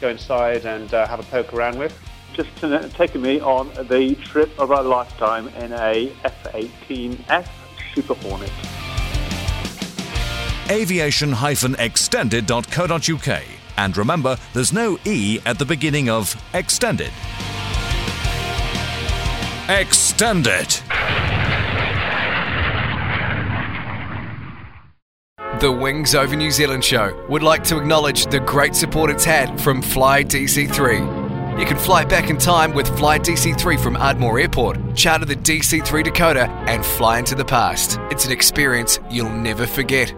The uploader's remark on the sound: recording from the recent WONZ Christmas Party